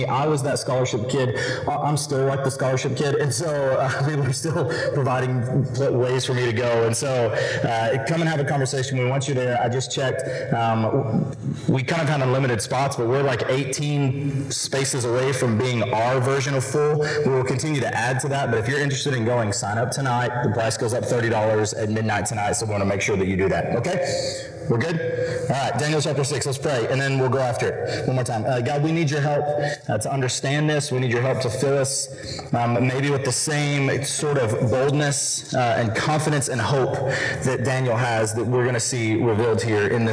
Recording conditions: distortion